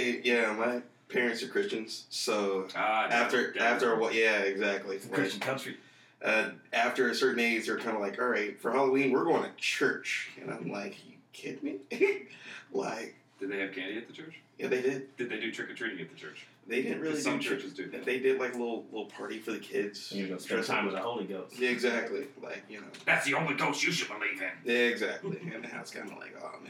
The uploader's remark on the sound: Mics not so much.